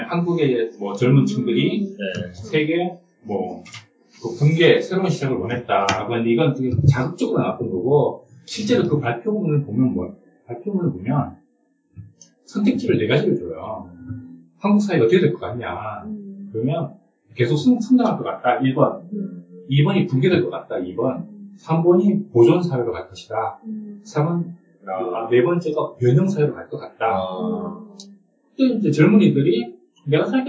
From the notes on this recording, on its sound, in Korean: 1회부터 3회까지 녹음상태가 고르지 못해 죄송합니다.